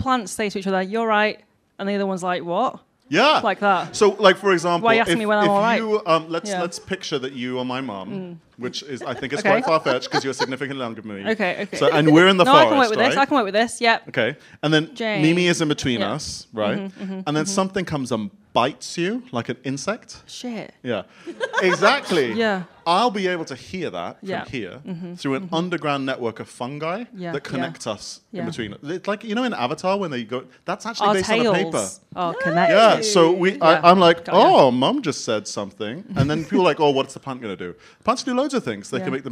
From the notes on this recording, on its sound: London Podcast Festival LIVE. Recorded in front of a live studio audience as part of the London Podcast Festival.